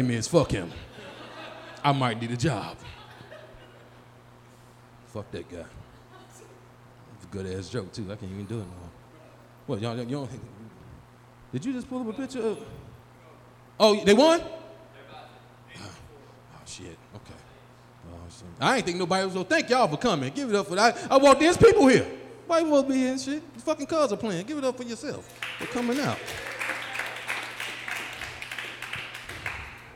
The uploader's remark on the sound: Located at The Co-Prosperity Sphere, a really cool space where the show is also recorded as a podcast for Lumpen Radio.